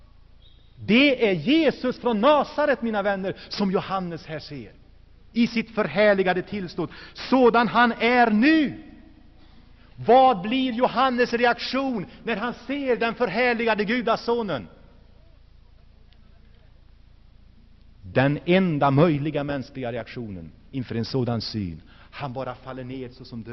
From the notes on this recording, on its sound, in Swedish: Inspelad i Saronkyrkan, G&#154;teborg 1984-09.